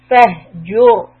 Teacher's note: the raw sukoon is preceded by a dhamma so it will be heavy. فَهْجُرْ Tip of the tongue should be curled upwards.